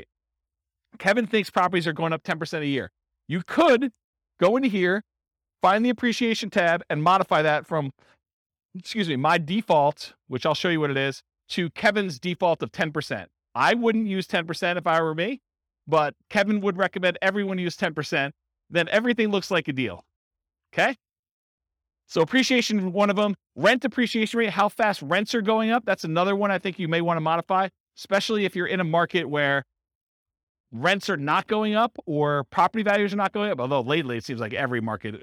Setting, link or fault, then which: setting, live audience